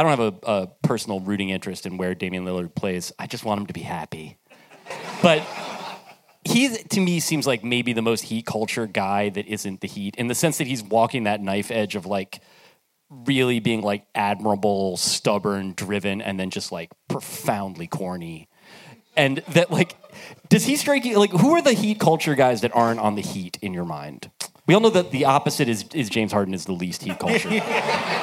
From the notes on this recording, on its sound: The Distraction Live in Brooklyn! The audience asks live and in-person Funbag questions.